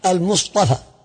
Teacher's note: فقلبوا التاء طاء علشان تلائم مع التفخيم الصاد